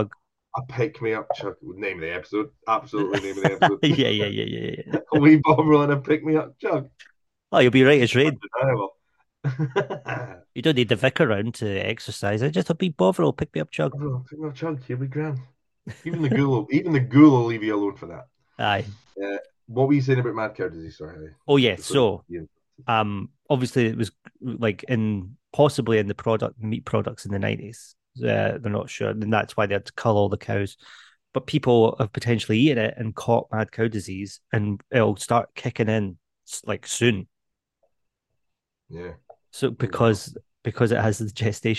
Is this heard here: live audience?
no